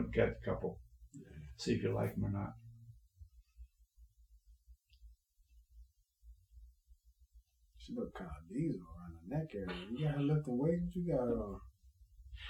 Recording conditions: poor sound quality